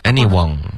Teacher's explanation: Surely it could happen to anyone.网，上网的网，one 是顶舌尖，OK。就别用后鼻音。您看，它还不是那个网的那个音。对啊，anyone，对，所以这个要注意。凡是好多英语吧，嗯、你要是只有读成一汉语的音了，你自己就得小心了。